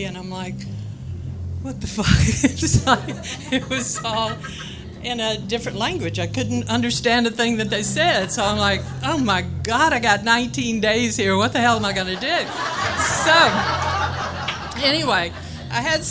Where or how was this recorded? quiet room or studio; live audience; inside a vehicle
live audience